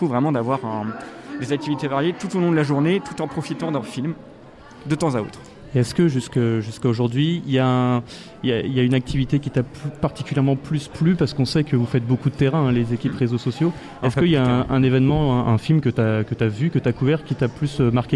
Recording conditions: busy venue